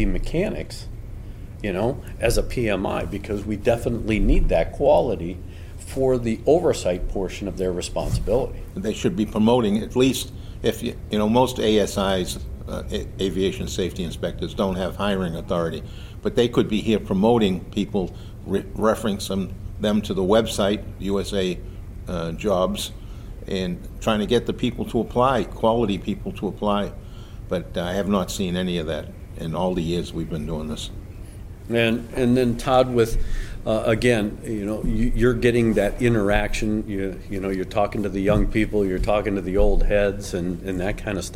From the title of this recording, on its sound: Live! from the 2023 Aerospace Maintenance Competition